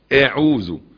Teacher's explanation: العين مضمومه والذال اللسان طالع عند الثنايا